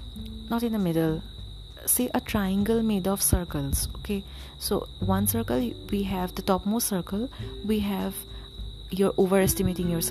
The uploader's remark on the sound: sorry about the cicadas in the background.